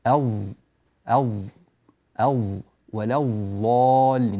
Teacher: يعني إذا نظرنا إلى الضاد الظائية، الضاد التي تنطق مثل الظاء هكذا وتنطق من حافة اللسان بالمناسبة وليس من طرف اللسان